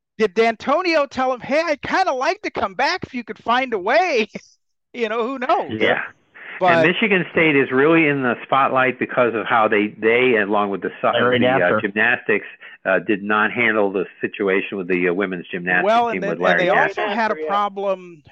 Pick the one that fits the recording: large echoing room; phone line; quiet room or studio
phone line